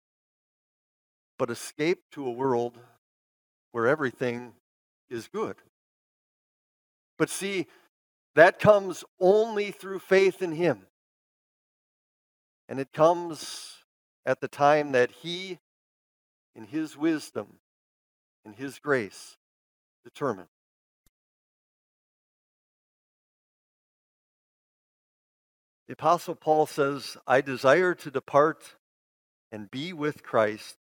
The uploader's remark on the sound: Bethany, Appleton, WI. Preached this sermon at Bethany's Easter worship.